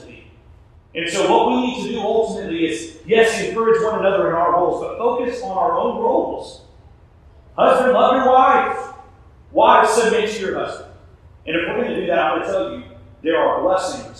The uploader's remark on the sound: We experienced some audio issues during this episode